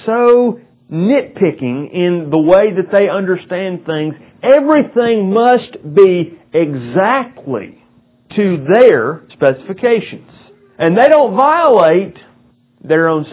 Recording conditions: poor sound quality